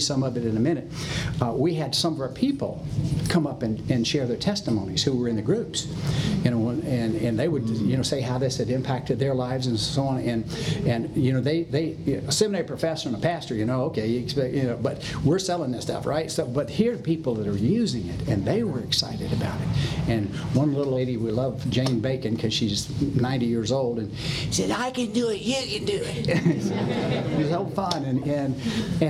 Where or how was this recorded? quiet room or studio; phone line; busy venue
busy venue